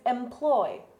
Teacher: Another word that has that open O to the I diphthong is employ.